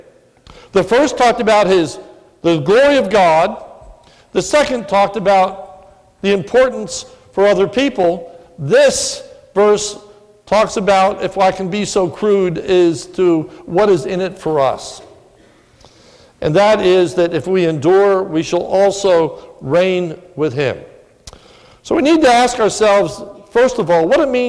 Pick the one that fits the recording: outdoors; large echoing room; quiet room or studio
large echoing room